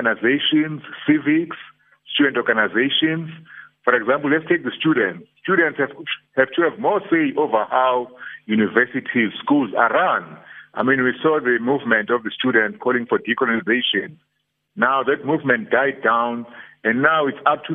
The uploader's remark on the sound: Guest (phone)